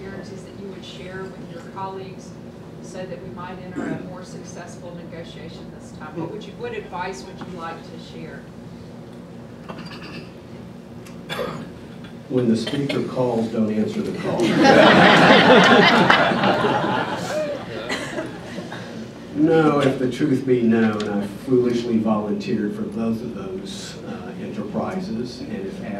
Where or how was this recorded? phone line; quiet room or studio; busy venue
busy venue